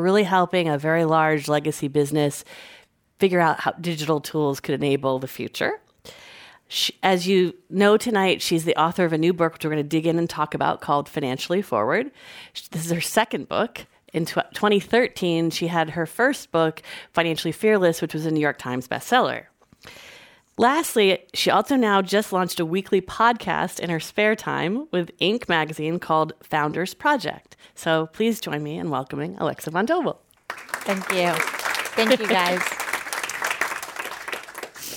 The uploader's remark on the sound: This program was recorded in front of a live audience at The Commonwealth Club of California in San Francisco on May 22nd, 2019.